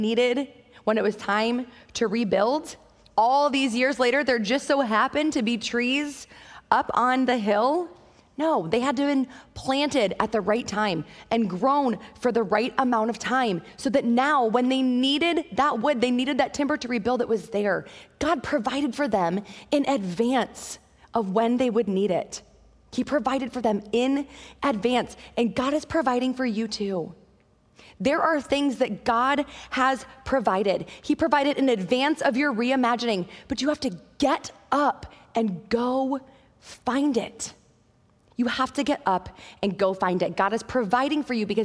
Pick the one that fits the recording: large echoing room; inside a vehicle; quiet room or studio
large echoing room